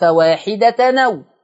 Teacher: نقلنا حركة الهمزة للتنوين · Term: النقل